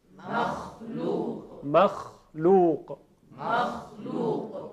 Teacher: حرف خا در زبان عربی چون صفت استعلاء داره درشت ادا میشه و تفخیم میشه. تفخیم یعنی درشتی صدا.